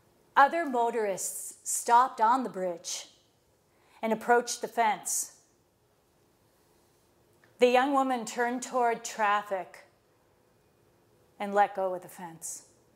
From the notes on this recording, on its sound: lectures at Moreau Seminary, Notre Dame, IN, on September 22, 2016.